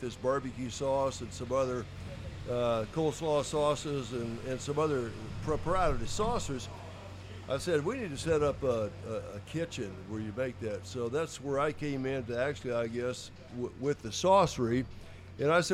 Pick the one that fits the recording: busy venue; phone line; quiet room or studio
busy venue